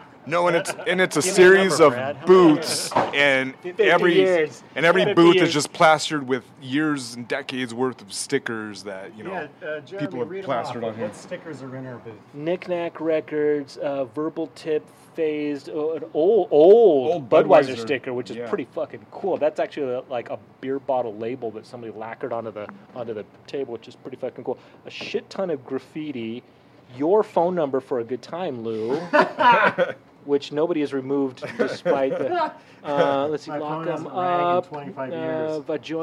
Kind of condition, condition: setting, busy venue